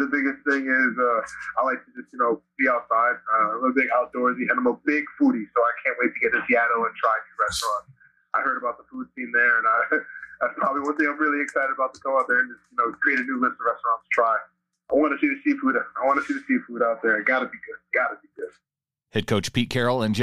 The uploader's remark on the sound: through their Day 2 press conference and conference call from draft weekend